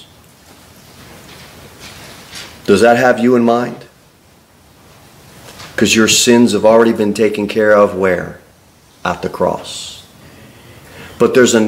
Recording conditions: large echoing room